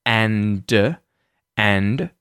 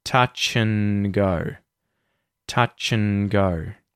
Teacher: What we're doing there is turning it into the syllabic N, it's called. · Shown in: second take · So, it's effectively just "n," right?